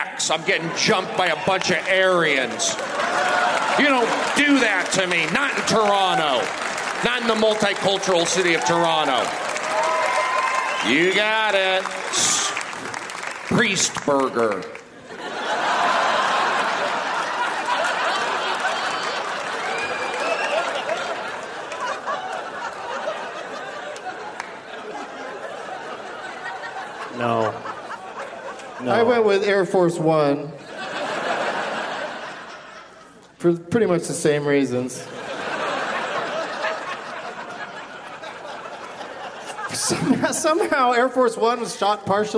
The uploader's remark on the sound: Live from Toronto's Just For Laughs Festival